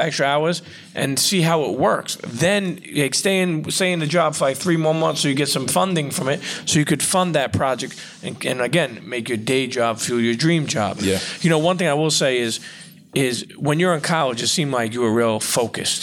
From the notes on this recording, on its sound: live and direct from the A3C Festival in ATL